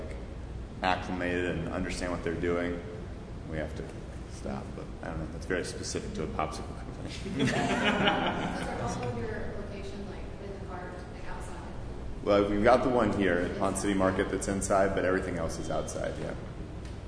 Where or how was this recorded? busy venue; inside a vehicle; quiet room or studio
busy venue